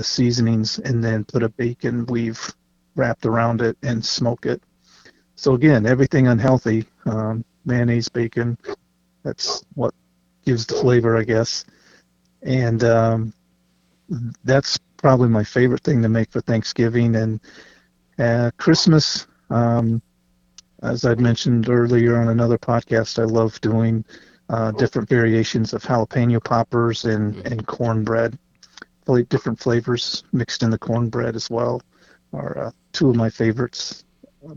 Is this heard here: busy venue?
no